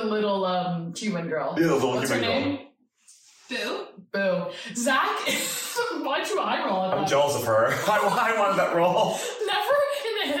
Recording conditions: phone or laptop microphone